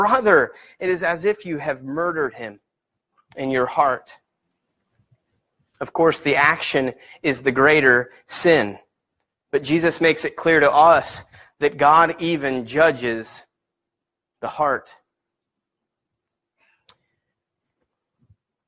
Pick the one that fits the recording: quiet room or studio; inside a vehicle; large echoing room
large echoing room